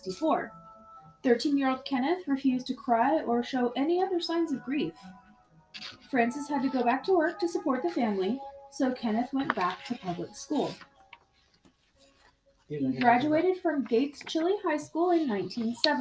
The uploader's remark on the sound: Excuse the technical issues.